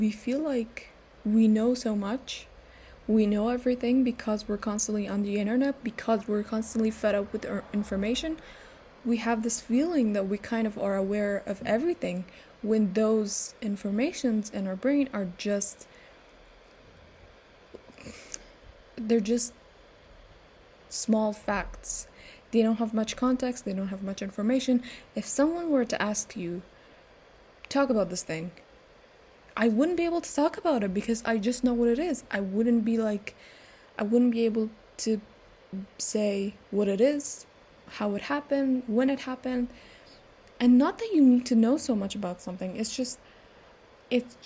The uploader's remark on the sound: Please ignore the background noises.